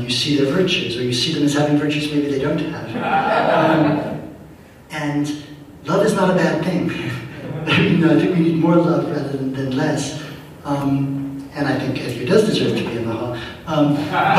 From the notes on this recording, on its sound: This Audio is courtesy of Seattle Town Hall Taped Live. The Forum.